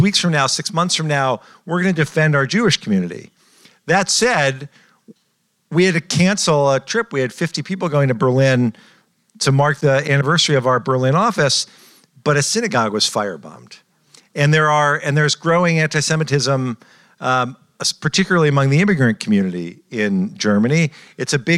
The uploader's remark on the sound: Recorded in front of a live audience